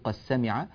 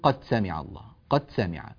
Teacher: الدال هنا نحتاج إلى أن نبين قلقلتها، لا ندغم الدال في السين · Shown in: first take · Term: القلقلة